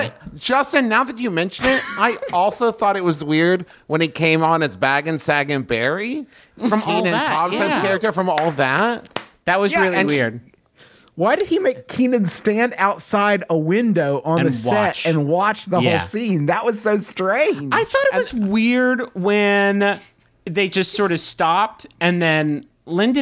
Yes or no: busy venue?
no